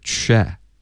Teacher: Check 的区的音开头嘴唇要撅起来，不能发成一个七恰恰，是 che. Okay.